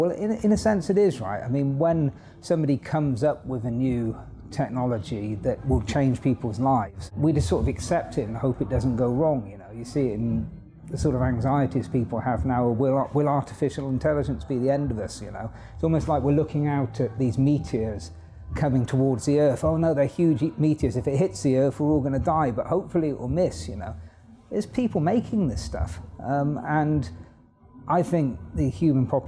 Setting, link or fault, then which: setting, busy venue